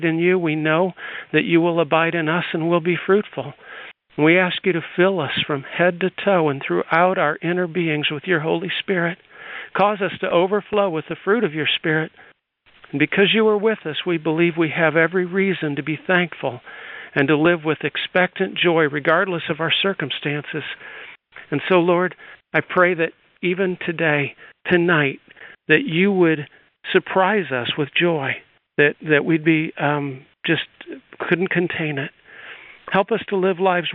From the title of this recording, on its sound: CONFERENCE CALL